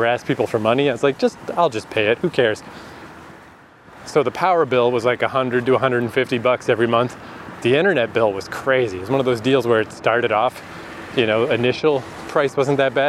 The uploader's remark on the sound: Walking from the Montreal airport (is not a great idea).